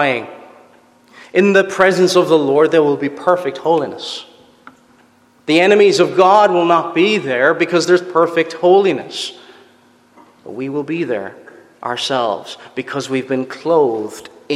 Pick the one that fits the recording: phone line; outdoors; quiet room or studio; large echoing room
large echoing room